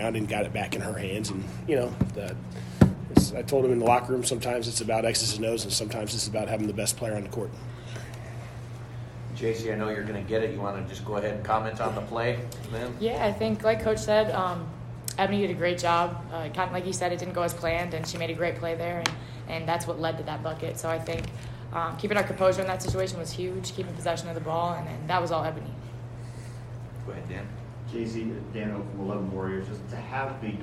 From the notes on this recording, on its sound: Uncut audio primarily from Ohio State press conferences, but also from individual interview sessions. It's a joint press conference.